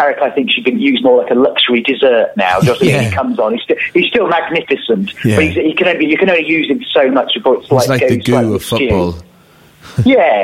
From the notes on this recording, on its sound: telephone host